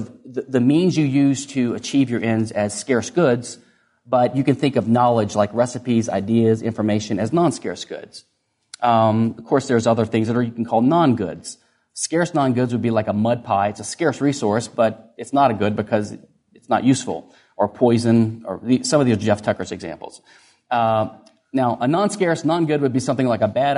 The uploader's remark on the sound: Recorded at Mises University 2011.